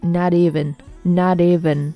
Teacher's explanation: 在很多情况下都是要进行一个闪化，就是，呃，读成类似于 d 的音